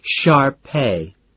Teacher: Accent on the last syllable.